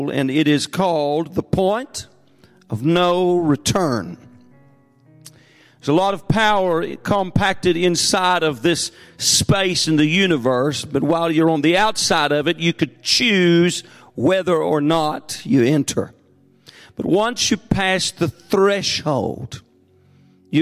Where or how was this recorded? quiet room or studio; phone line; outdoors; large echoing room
large echoing room